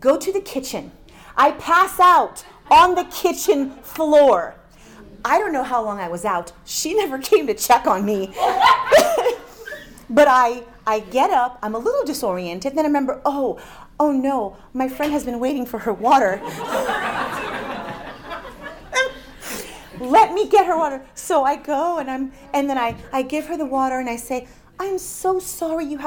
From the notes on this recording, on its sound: From the Faithwalkers Conference 2023 seminar